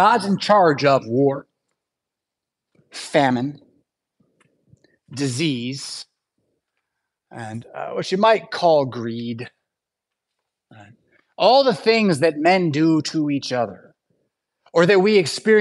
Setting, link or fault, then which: setting, large echoing room